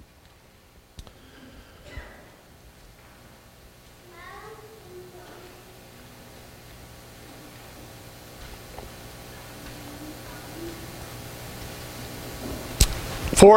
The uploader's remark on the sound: This is a sermon recorded at the Lebanon Bible Fellowship Church in Lebanon, PA on 10/01/2017 during the morning service. It was taken from 1 Peter 3 and was a communion message.